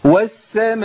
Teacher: نبص نلاقي فيه ترعيد لحرف المد